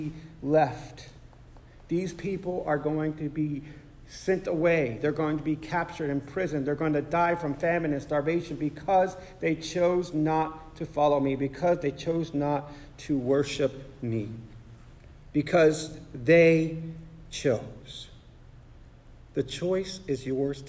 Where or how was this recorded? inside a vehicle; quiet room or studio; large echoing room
large echoing room